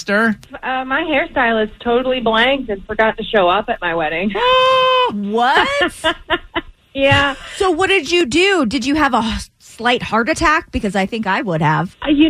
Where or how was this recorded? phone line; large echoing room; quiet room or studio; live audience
phone line